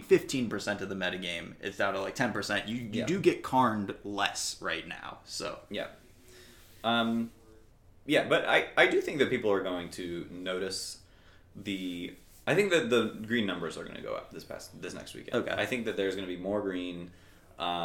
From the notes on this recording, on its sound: Live from Dallas TX! Hanging out in an echoey room.